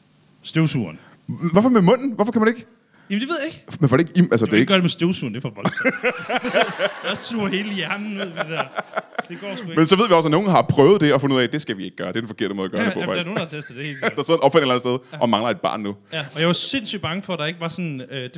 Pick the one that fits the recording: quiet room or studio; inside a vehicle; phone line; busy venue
busy venue